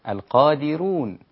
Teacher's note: القادرون بترقيق الراء. بترقيق الراء. ليه بترقيق الراء؟ لان الدال قبلها مكسور.